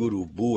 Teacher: a sílaba tônica de urubu é bu